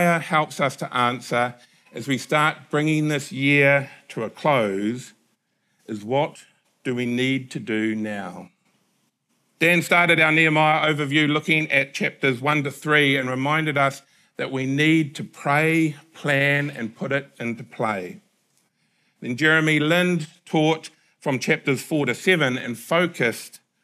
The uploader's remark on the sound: Recorded at the Hukanui Bible Church morning service on Sunday the 17th of December 2023 during the 10:00 am service.